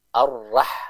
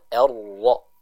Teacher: Harus sempurna vokalnya kepada huruf o. Jangan tercampur dengan a. · Shown in: second take · Arrah, ini kurang tepat.